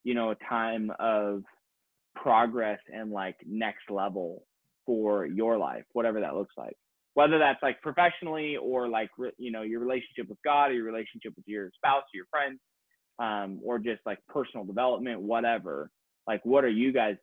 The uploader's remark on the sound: sit down (on ZOOM)